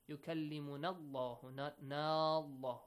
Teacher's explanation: you skip Hamzatul Wasl also, you skip the long vowel also, short vowel.